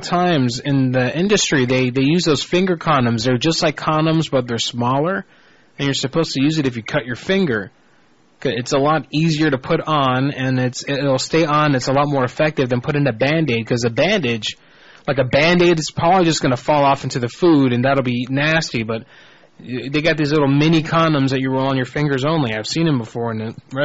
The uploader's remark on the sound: Personal Prank Phone Calls Collection